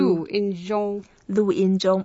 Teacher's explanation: Fourth tone. First tone and first tone. Okay. So you go down first and then keep flat for two.